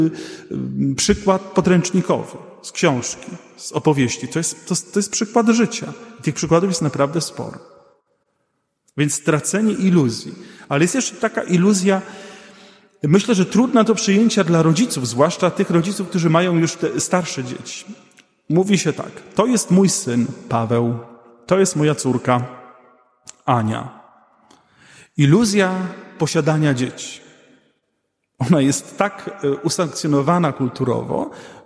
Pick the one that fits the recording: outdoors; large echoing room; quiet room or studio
large echoing room